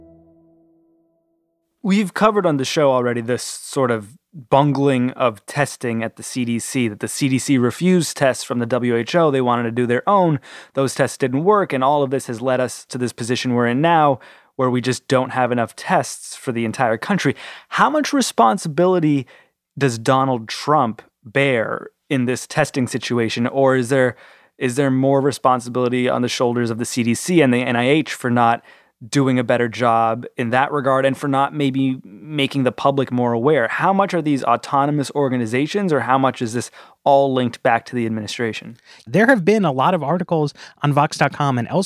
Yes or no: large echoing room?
no